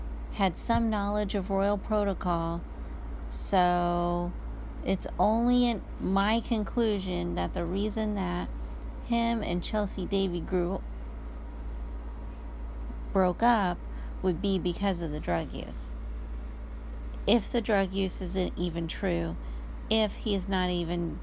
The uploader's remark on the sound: In the Car ramblings